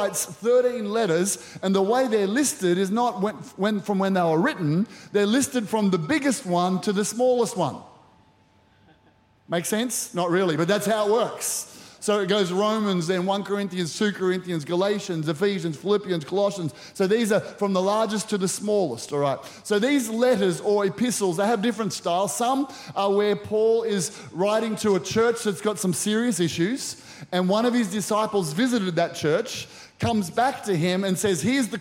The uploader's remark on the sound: Recorded during our 5pm service on Sunday, the 6th of August 2023.